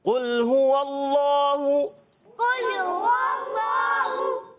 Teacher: अल्लाह के लाम से पहले जबर आया, इस वजह से अल्लाह के लाम को हम मोटा करेंगे, पुर करेंगे।